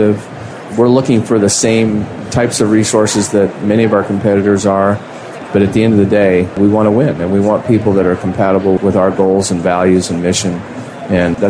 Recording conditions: busy venue